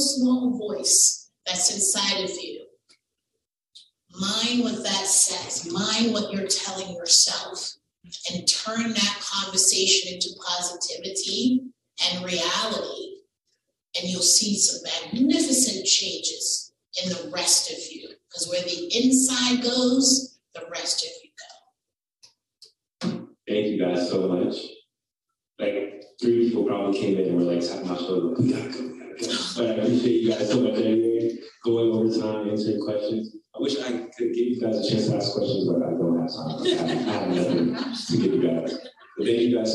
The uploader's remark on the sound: A recording of the panel discussion at the 2023 Black Health Matters Conference